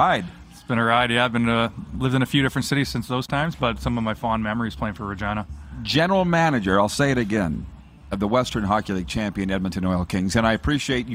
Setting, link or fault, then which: setting, busy venue